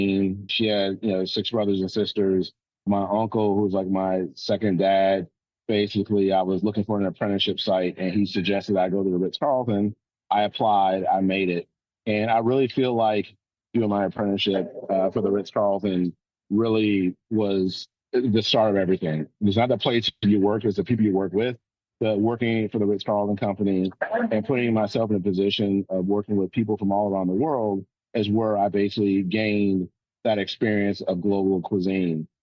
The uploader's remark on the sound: Via Zoom at—where else?—Jacksonville International Airport. While he awaited his flight to Miami.